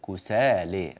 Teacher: قوله تعالى قاموا كسالي هكذا، أنت أتيت إلى السين فقللتها، اللام تقلل، نعم كسالي لي هذه مقللة، لكن سي ليست مقللة